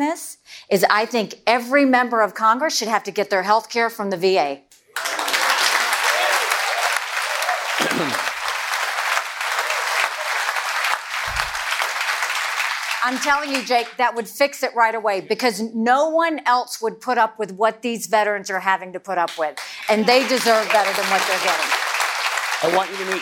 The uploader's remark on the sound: a live CNN Republican Presidential Town Hall